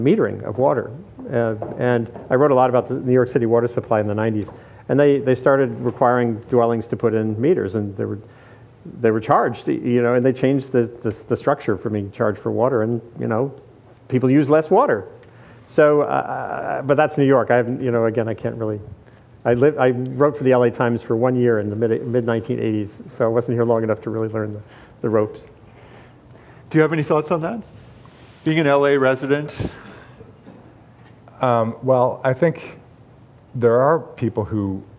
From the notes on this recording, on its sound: Panel discussion at The Actors’ Gang, an event put on in partnership with the UCLA Institute of the Environment and Sustainability and with Environmental Humanities at UCLA.